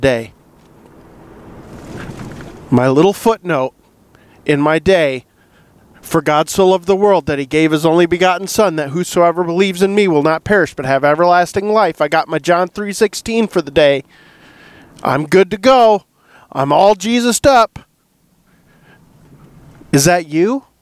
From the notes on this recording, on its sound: In this episode I do a Faith Friday episode in the truck.